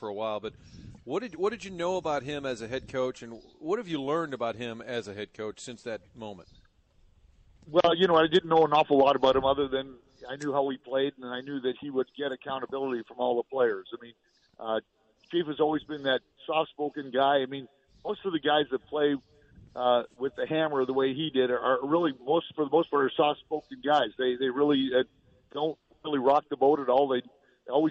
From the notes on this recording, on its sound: broadcasting live from Old Hickory Golf Club